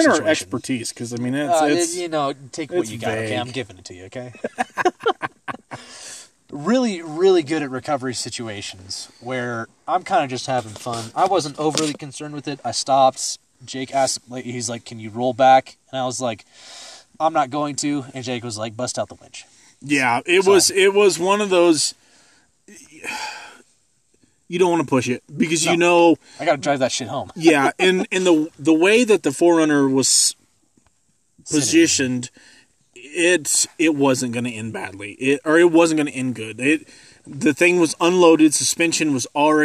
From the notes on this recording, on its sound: We record live on top of a mountain overlooking Estes Park.